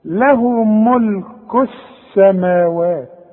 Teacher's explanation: بتتحول اللام الى نفس الحرف الذي يليها، بتتحول لسين · Term: اللام الشمسي